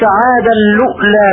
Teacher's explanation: بسكون التنوين وضم اللام بعدها همزة ساكنة · Term: ضم اللام نقلا